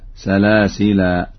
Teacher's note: وإذا ما وقف على لفظ سلاسل وقف عليه بالألف